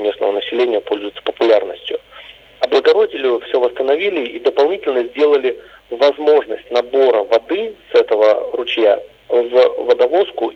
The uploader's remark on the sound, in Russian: по телефону